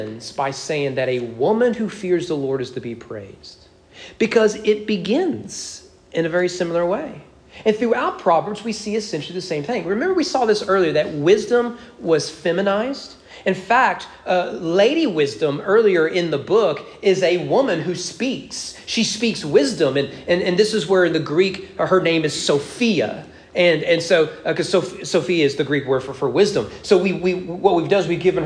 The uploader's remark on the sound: Sermon preached at East Frankfort Baptist Church on May 8, 2022 on Mother's Day during morning worship.